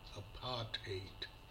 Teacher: The stress is on the second syllable part